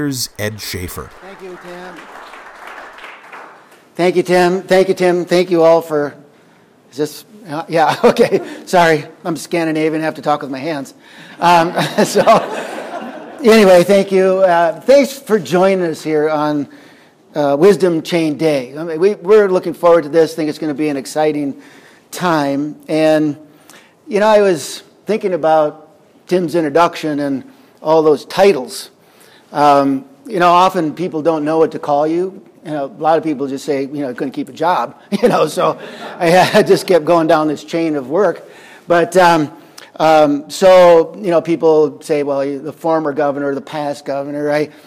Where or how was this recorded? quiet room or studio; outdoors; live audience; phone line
live audience